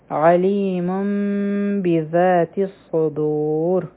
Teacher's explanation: د میم ساکن اخفا هم د دوه سیکنډ ټایم به ورکو، زموږ شونډې به مکمل طور بندي نه وي. او بیا دې بذات الصدور، ذال به دوه حرکه راکاږو، او په الصدور کې به صاد غټ وایو، او دلته کې به را غټه ویلی شي ځکه چې دې نه مخکې واو دې سکون والا، او د هغې نه مخکې په دال باندې ضمه ده. · Term: اقلاب